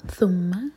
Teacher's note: ہماری زبان اوپر والے دانتوں کو ٹچ کرتی ہے اور تھوڑی سی ٹپ باہر ہوتی ہے تو ہم پڑھیں گے ثم سین نہیں ہے یہ مین پر